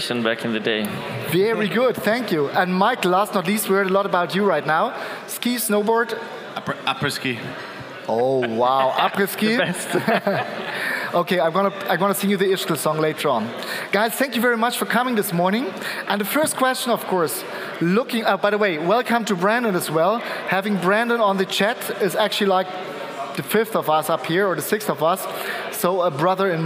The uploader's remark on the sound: our main stage recording, powered by Duetto